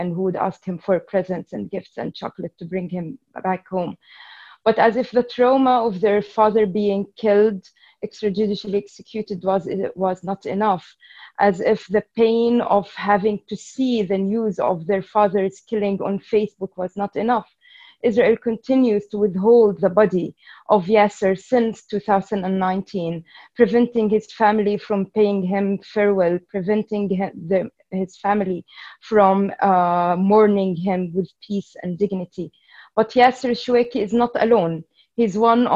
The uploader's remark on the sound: We would like to thank our friends in the Cairo Institute for Human Rights Studies (CIHRS) for permission to use to the audio of this webinar.